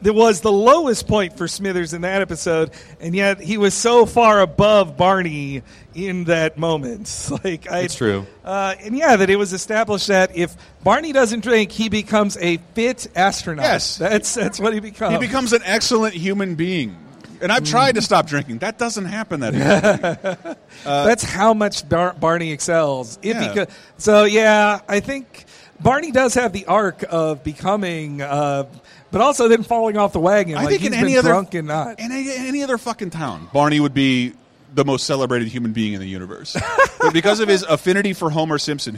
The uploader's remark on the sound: Recorded at SF Sketchfest Nightlife on January 18, 2018. Did our first live show. We got to have a live chat with Simpsons writer/standup legend/creator of Stan Against Evil.